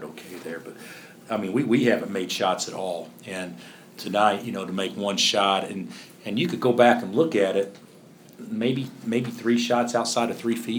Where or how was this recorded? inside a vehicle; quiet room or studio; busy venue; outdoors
busy venue